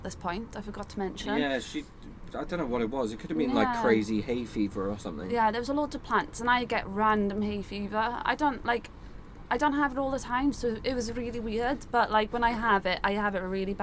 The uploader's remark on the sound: We recorded this in the van on a stormy day so apologies for the noise.